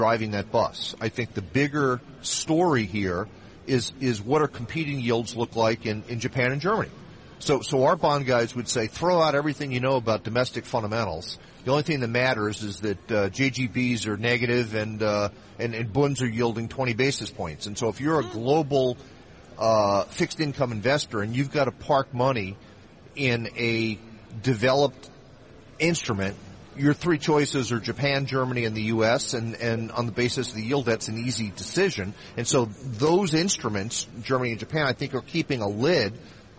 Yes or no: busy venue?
yes